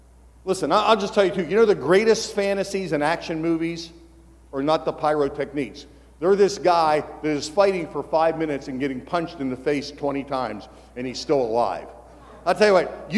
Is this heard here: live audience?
yes